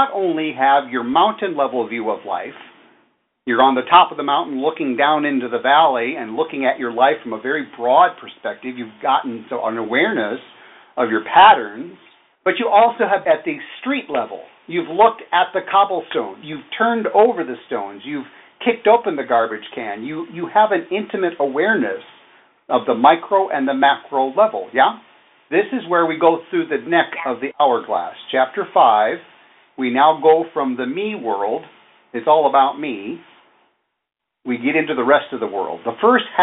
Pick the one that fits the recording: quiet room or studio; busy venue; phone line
phone line